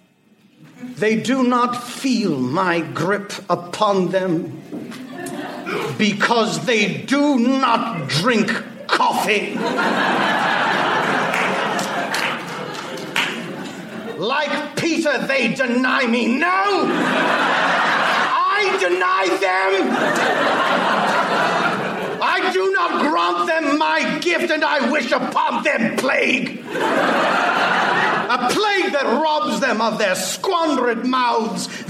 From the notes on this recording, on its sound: The TAH Panel from C2E2. Recorded Live 4/27/2015 at C2E2, Chicago.